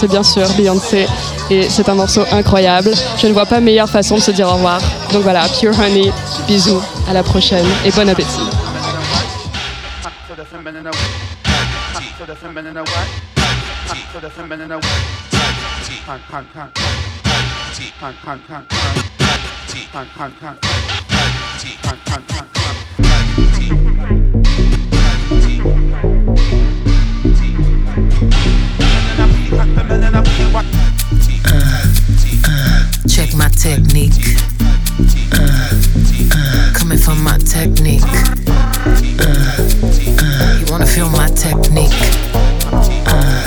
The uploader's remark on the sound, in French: En direct de La Douve Blanche. Enregistré au festin des chef·fes du festival de la Douve Blanche.